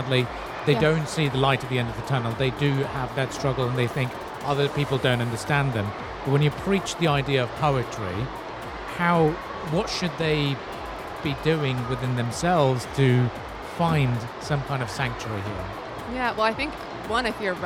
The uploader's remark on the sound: Live at SIBF 2023